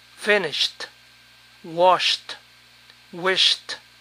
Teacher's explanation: Cuando el verbo termina en SH, la terminación suena T.